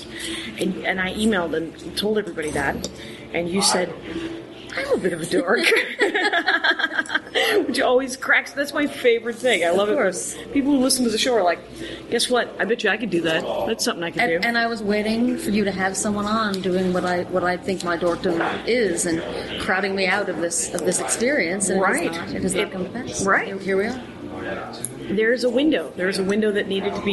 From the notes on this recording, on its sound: We have dinner in Brooklyn (Japanese). So, you get to hear more restaurant noise!